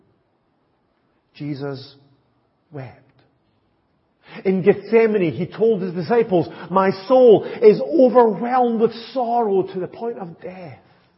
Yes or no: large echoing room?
yes